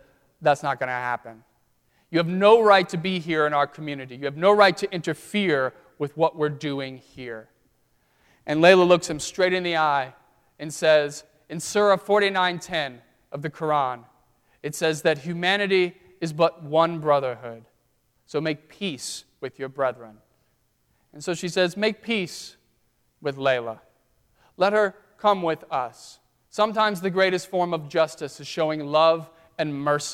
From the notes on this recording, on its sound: during the Crossroads service (9:30 am) on Sunday, February 28, 2016, at First Presbyterian Church of Arlington Heights, Illinois